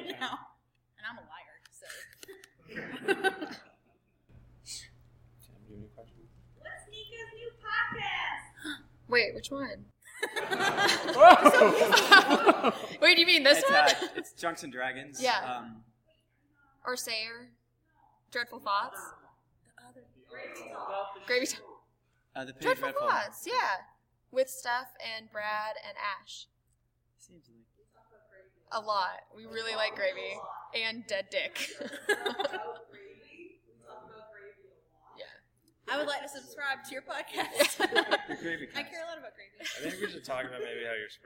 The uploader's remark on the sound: The audio is a little rough, and we did what we could to fix it